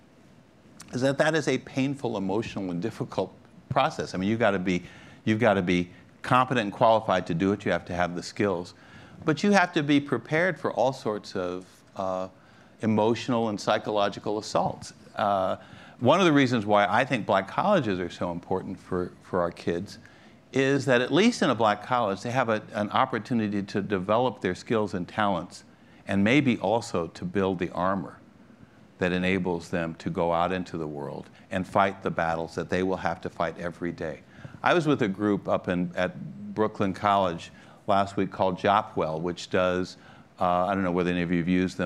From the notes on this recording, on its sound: This session, recorded at PRovoke19.